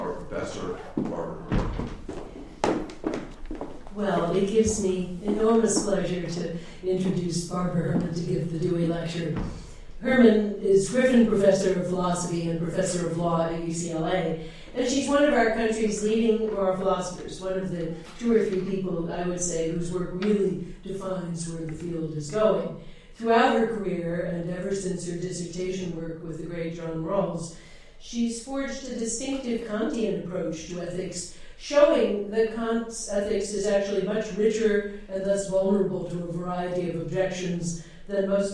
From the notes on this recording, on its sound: This talk was recorded on February 26, 2014, as the Dewey Lecture in Law and Philosophy.